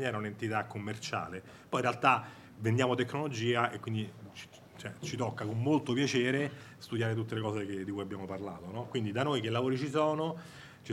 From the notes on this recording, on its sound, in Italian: Abbiamo registrato con l’AI Specialist Director di Microsoft durante il secondo evento di Cheers e Starting Finance. Durante un aperitivo.